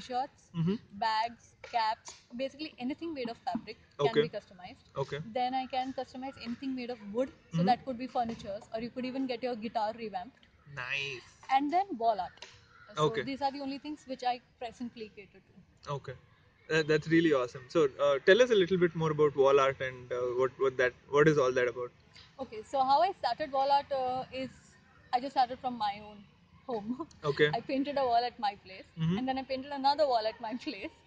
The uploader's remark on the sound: Since this is one of our earlier episodes, please watch out for lower sound quality.